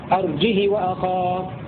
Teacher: بدون همزة مع كسر الهاء من غير صلة